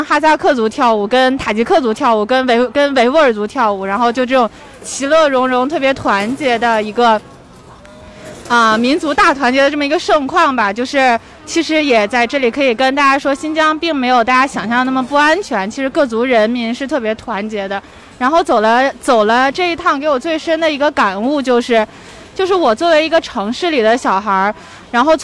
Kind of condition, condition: setting, outdoors